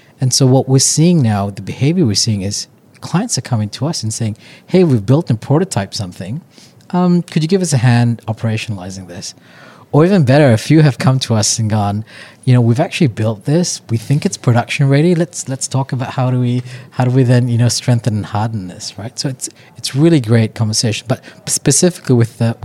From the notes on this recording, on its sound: Recorded in Sydney at Cloud Innovate Exchange.